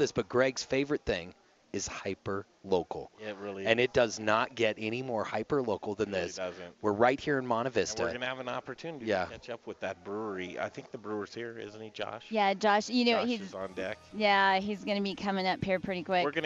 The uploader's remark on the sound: The Modern Eaters returns to the Potato Festival in Monte Vista Colorado with the Colorado Potato Administrative Committee! Rain Brews hosts us for a live show, and this place is cool! It's a coffee shop, craft beer tap room, and restaurant in a historic and beautiful building in downtown Monte Vista!